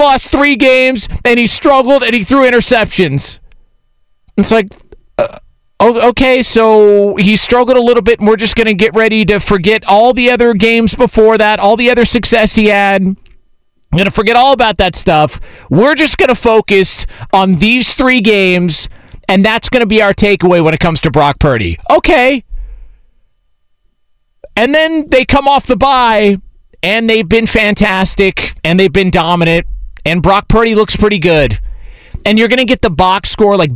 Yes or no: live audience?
no